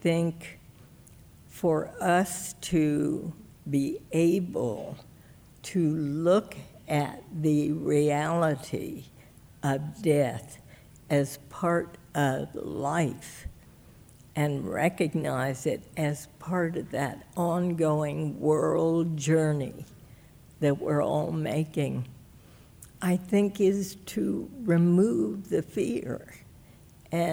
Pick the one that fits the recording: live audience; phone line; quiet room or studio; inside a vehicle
live audience